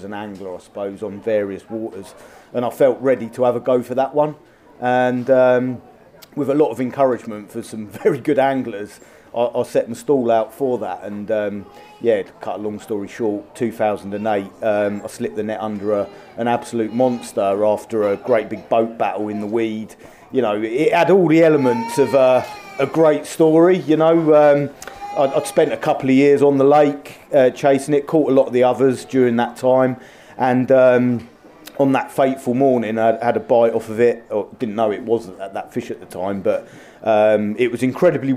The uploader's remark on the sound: LIVE at The Outlaw Pro Carp Show. This month we are back at the recently held Outlaw Pro Carp Show to drop in on the packed program of live talks that took place over the weekend.